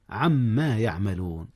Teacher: أدغم نون عن في ميم ما، عما يعملون، والأصل عن ما. · Term: إدغام